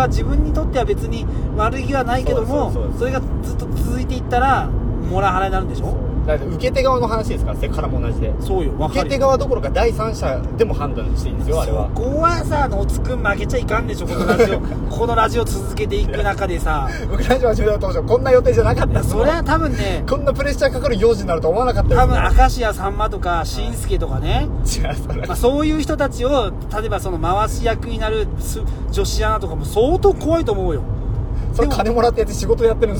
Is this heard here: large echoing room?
no